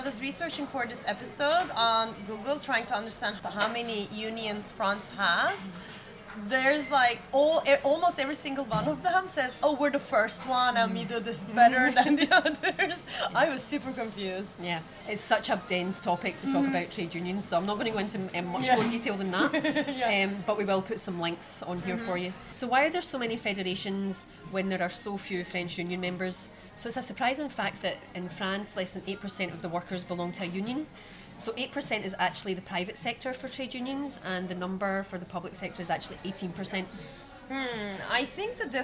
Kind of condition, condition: setting, busy venue